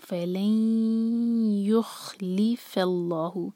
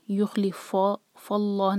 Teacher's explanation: فَا کو لائٹ رکھیں گے لیکن لام جلالہ میں لام جو ہے وہ بھاری ہوگا · Shown in: first take · اس کو بھاری کرنے کے چکر میں فَا بھاری نہیں ہونا چاہیے.